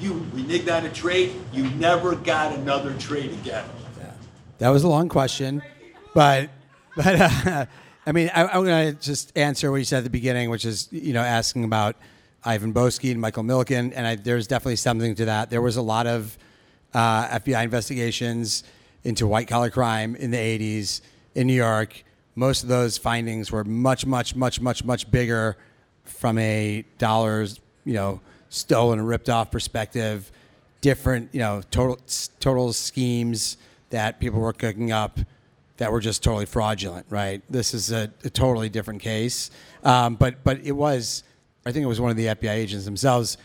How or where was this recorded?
busy venue